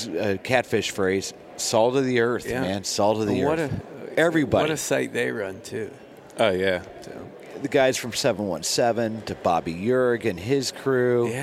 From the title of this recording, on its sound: Live from the Great American Outdoor Show